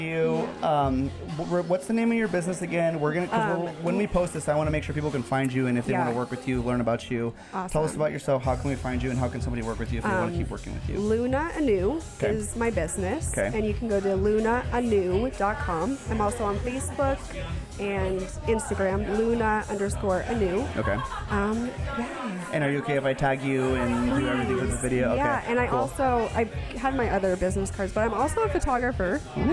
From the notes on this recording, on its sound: Please welcome our 2nd guest from our live event series! This podcast was recorded at the Rapunzel Salon and Spa in Boise, Idaho. The event was a 21+ Trunk or Treat where local business and indivuals came together to have a good time.